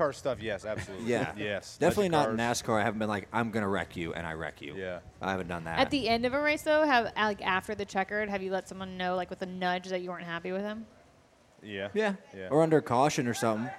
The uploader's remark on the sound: Live from Daytona.